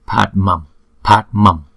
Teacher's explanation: Thì chúng ta coi như là đọc bằng phần môi đi. Thì chữ Anuswara trước đó đó, chúng ta cũng phải đọc bằng môi luôn, tức là đọc bằng M.